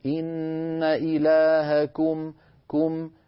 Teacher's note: كم بضم الكاف ضما كاملا، هكذا يجب أن تكون، ولا تقول إلهكم كو، ليس في العربية أو وإنما فيها أو.